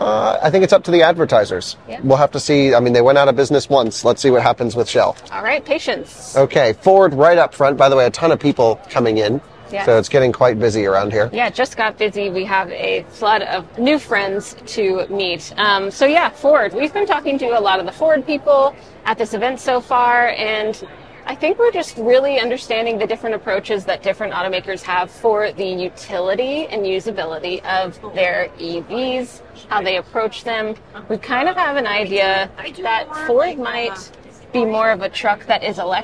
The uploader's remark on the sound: a walking podcast around the Chicago Auto Show